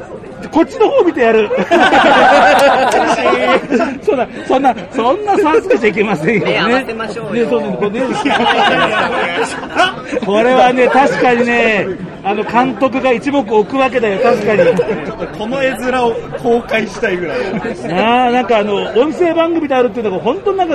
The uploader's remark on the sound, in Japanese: ブースに押しかけての収録